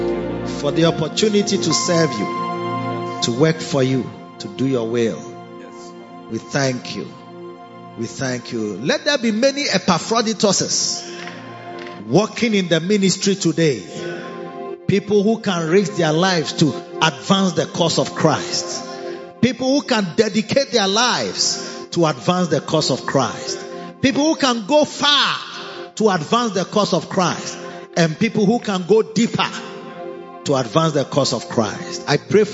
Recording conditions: large echoing room